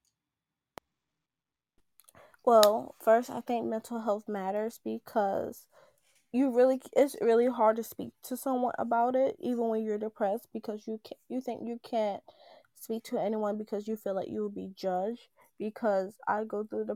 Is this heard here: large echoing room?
no